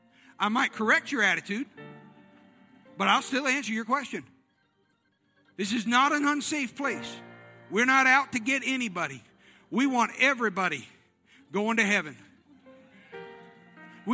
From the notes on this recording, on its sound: This service was recorded live on Sunday, August 1st, 2021 at Newark United Pentecostal Church.